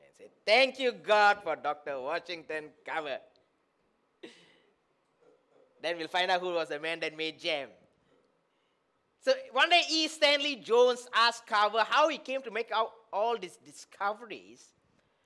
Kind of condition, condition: setting, large echoing room